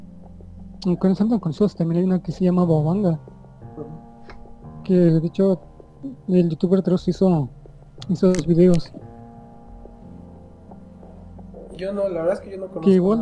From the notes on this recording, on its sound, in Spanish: Sentimos las fallas de origen respecto al audio, una disculpa de ante mano.